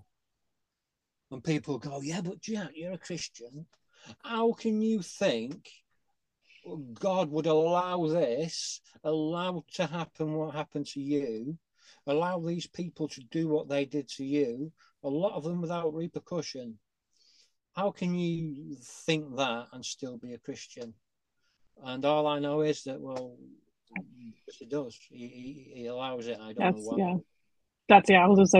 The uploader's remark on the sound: An enlightening Zoom call conversation. This virtual gathering provided a platform for these remarkable individuals to share their unique insights and experiences.